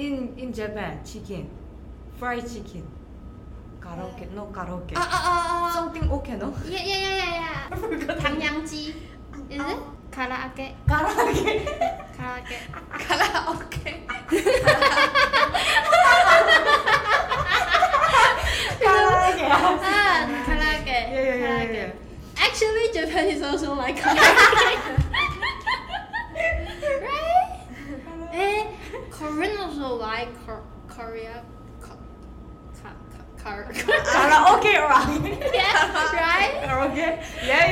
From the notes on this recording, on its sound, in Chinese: 由於錄音環境限制，這一集雜音比較多，請見諒